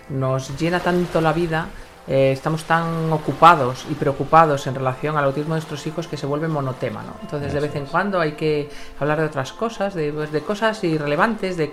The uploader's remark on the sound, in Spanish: nos acompaña el sonido de las olas del mar para ponernos en modo “relax”